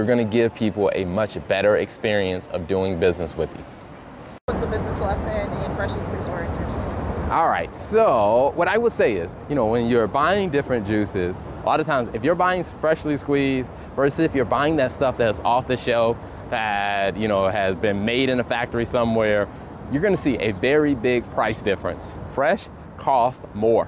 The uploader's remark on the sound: Brought to you from NYC. We are walking around Brooklyn New York, USA.